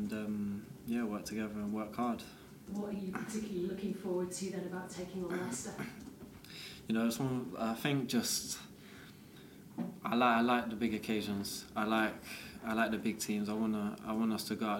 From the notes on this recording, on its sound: takes part in press conference